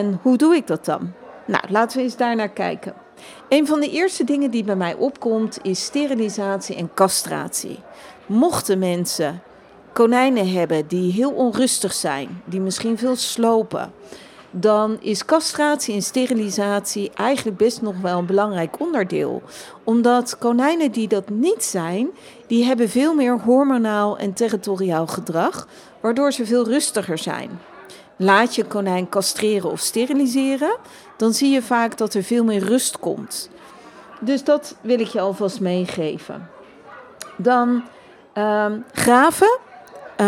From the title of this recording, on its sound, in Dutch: Live vanaf Animal Event